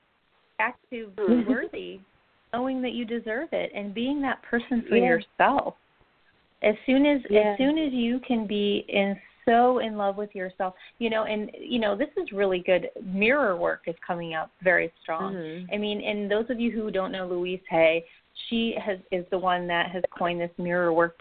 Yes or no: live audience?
no